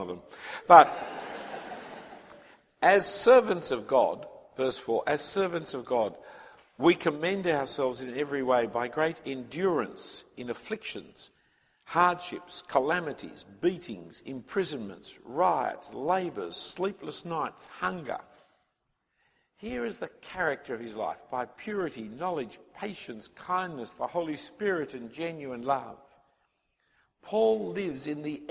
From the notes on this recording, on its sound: The first talk from the Mission Minded Weekend Conference in 2013, for young people considering full time ministry.